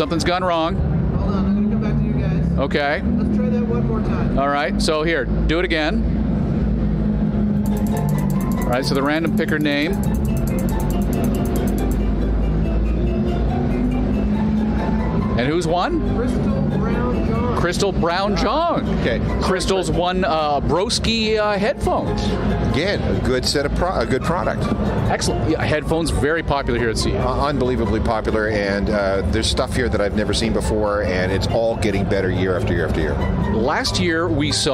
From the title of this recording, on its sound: Live from CES 2020